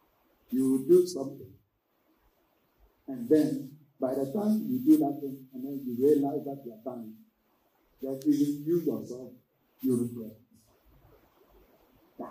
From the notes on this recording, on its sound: Sermon delivered at English Assebly.